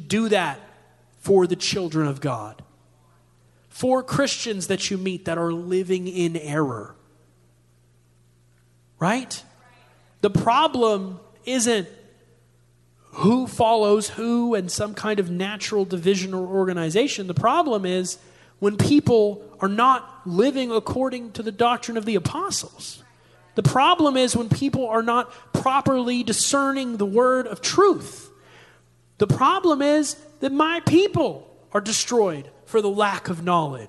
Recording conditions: large echoing room